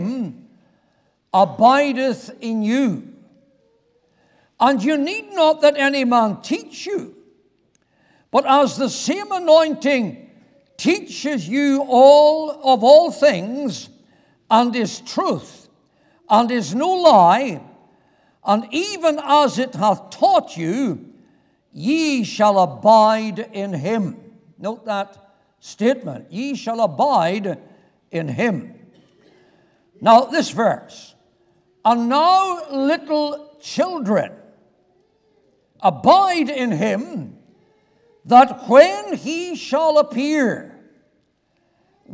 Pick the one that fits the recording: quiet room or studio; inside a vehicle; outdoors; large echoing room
large echoing room